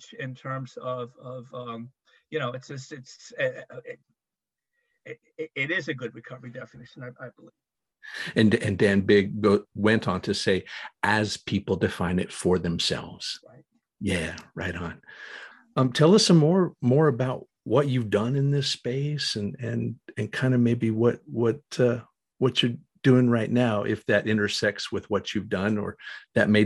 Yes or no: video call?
yes